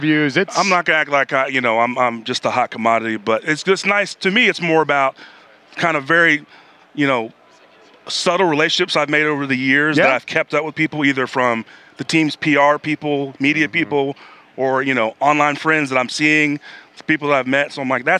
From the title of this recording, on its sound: LIVE from Radio Row